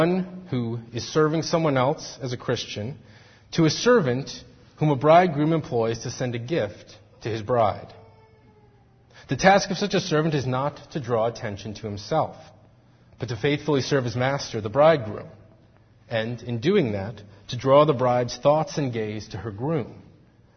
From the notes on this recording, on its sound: Faith Presbyterian Church – Evening Service